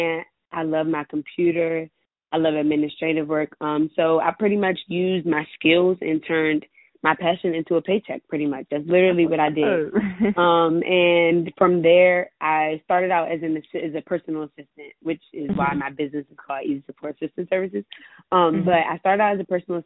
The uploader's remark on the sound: On the Phone